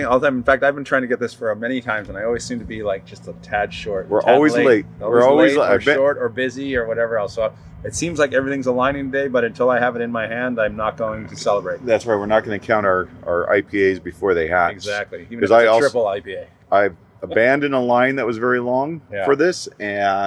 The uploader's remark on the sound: an impromptu recording while waiting for Pliny the Younger to be released at Carlsbad Brewing Company